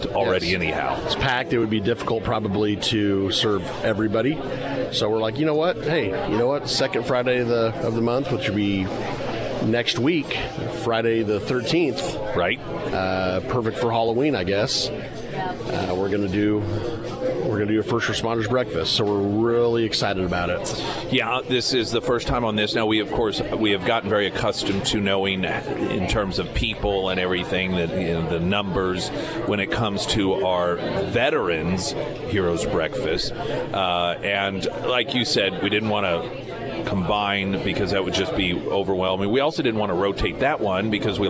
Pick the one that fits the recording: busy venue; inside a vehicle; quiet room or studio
busy venue